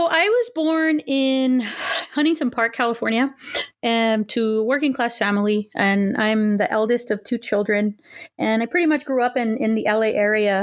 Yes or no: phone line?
no